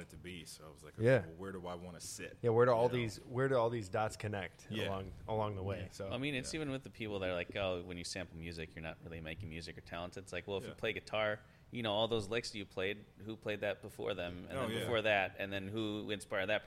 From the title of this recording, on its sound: Live at Lo Rez Brewing in Chicago